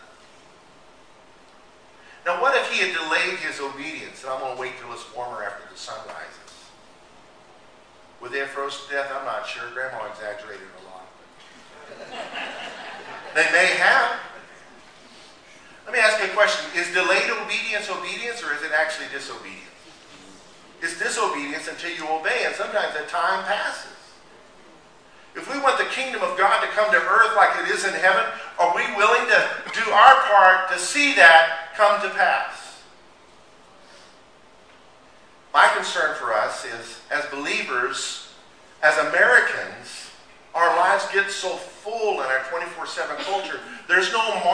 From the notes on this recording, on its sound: recording of a Lord's Day Service